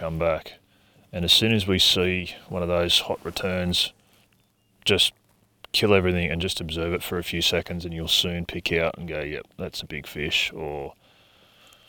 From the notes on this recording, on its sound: This is a new style of podcast… recorded on the water while fishing! Lake Eildon is a popular destination, so we planned a trip this winter to explore and unlock the lake. On the final night we decided to record an episode of the podcast, and we ended up doing it in the boat while fishing.